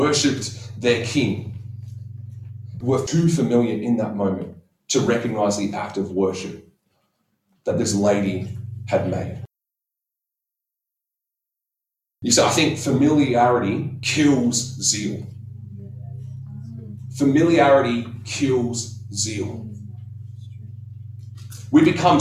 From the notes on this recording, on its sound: Apologies for the audio quality due to technical difficulties.